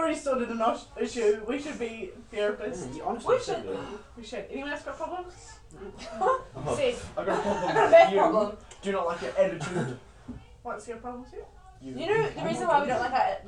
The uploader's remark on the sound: There is a lot of laughing in this, also sorry for any bad microphone quality we had to get rid of our old one.